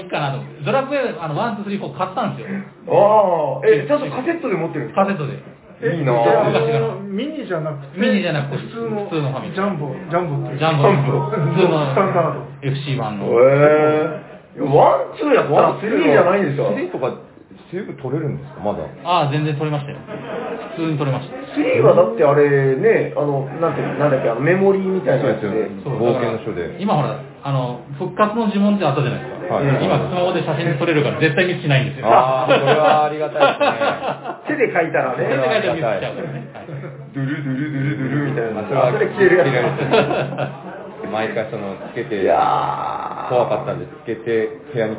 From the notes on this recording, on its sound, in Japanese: サニバ八周年パーティーで特別編収録しました。